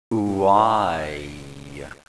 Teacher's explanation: This sound begins with the puckered oo sound, and it includes the entire sound spectrum.